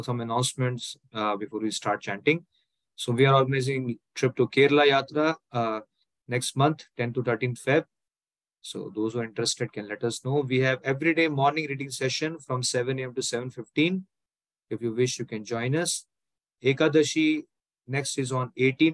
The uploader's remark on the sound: Zoom Recorded Class